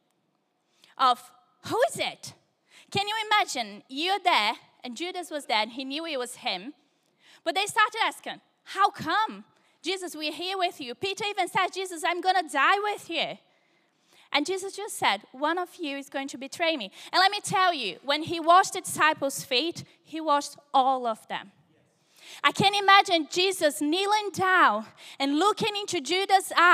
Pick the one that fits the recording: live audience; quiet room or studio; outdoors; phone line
live audience